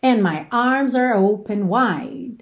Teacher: o D de and já soa bem pouco, porque do N pro M já é mais fácil. And my, já tô fechando os lábios ali, né?